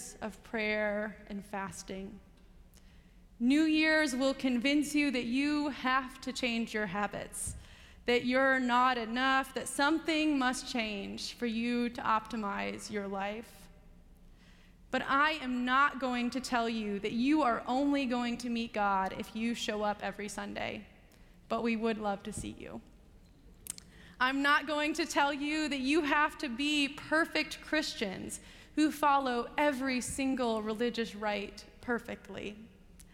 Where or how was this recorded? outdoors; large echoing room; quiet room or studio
large echoing room